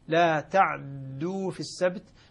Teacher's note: فهما وجهان إذن لقالون إسكان العين مع تثقيل الدال أو اختلاس فتحة العين مع تثقيل الدال